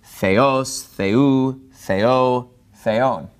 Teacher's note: the word theos has the accent on the second syllable, right? Therefore, all of these other case endings end up following suit.